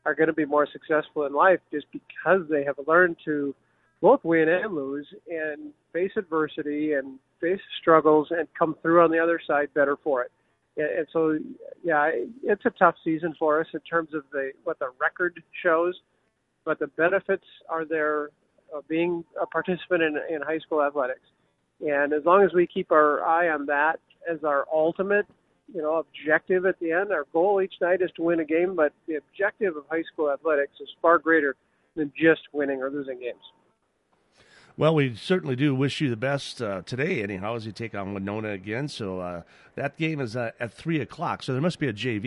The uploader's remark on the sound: will join us by phone